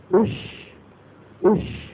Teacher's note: الشين الساكنة هذه خرجت بالتصادم